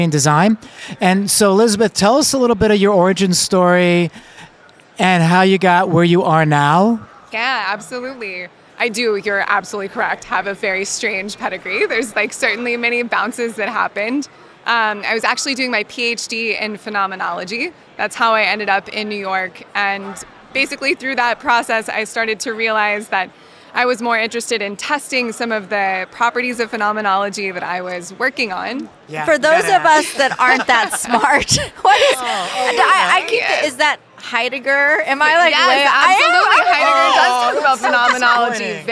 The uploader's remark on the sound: LIVE from Greenbuild 2022